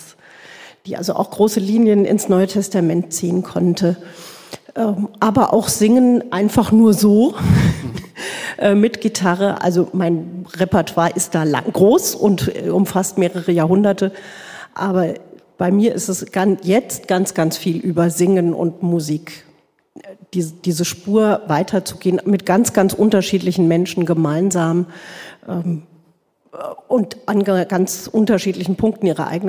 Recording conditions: large echoing room